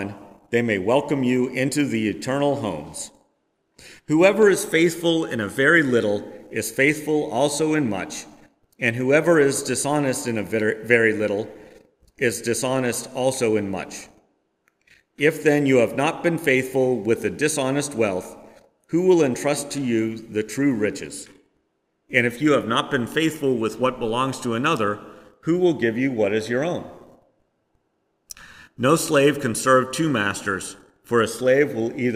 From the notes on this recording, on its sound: Preached on September 18, 2022, at First Presbyterian Church of Rolla.